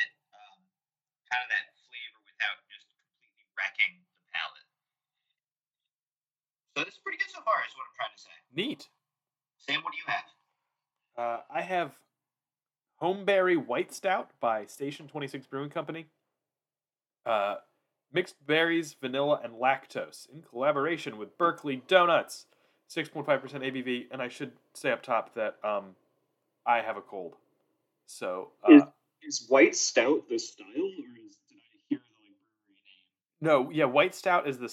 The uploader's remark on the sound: New Computer Ate the Audio Quality